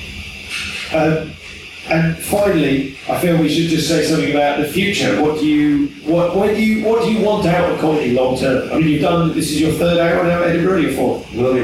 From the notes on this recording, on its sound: It's the second Live special. This episode suffers from audio issues which do not represent the usual quality of the podcast.